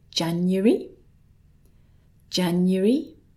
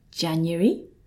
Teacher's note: Three syllables and a kind of y with a schwa sound in the middle.